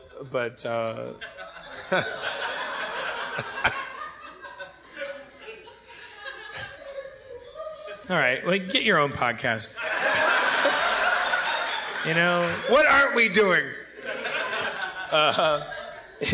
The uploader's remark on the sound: LIVE at San Francisco Sketchfest 2016!